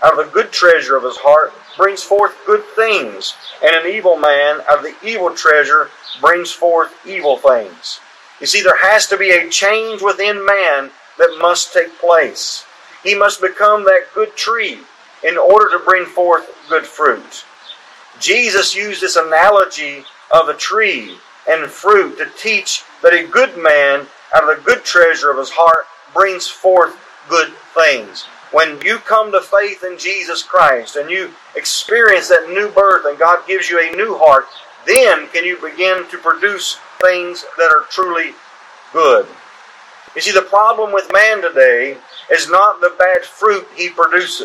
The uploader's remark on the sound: This service was held at the Washington town square.